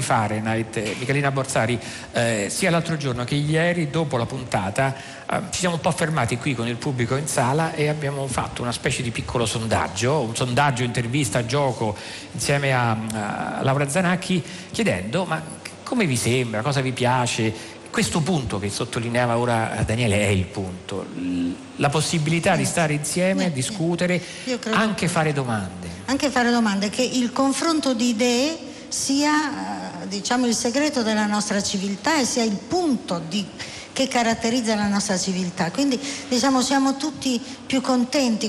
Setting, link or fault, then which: setting, busy venue